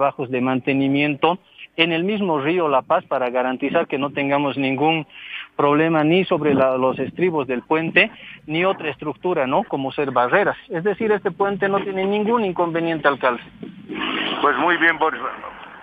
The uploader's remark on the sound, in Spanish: Realiza una nota desde el vivero de Aranjuez. Entrevista telefónica. Visita el parque Bartolina Sisa y conversa sobre los proyectos a ser implementados.